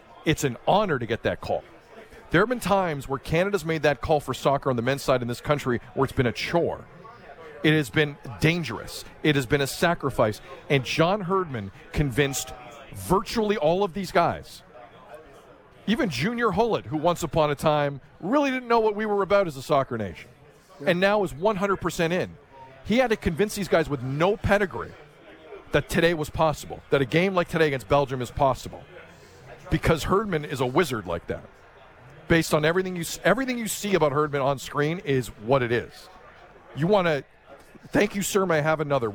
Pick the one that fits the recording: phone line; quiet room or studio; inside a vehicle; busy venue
busy venue